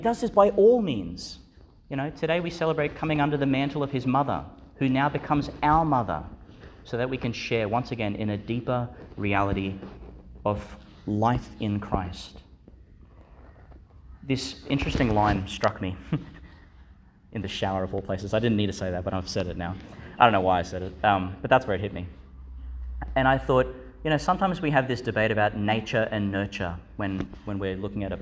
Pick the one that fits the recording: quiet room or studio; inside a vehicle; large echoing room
large echoing room